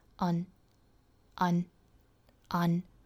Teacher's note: 意，就是 untiluntil，这两个音节都容易读错啊。前面这个音节的元音呢，应该是一个倒三角的啊啊，再加鼻音就是 unun，因为这个词是弱读音节，所以我们语调的话要低一些，要短一些。un unun，后面这个音节应该是 tell telltell，所以两个音节并在一起应该发 untiluntil until。好，那这句话需要注意到的语音点呢，就是这些。我下面再用非常慢的速度，分别用英音和美音来读一下。Keep your foot on the gas